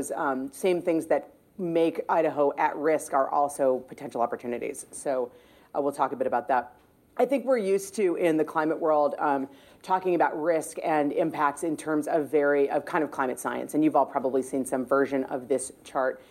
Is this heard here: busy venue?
yes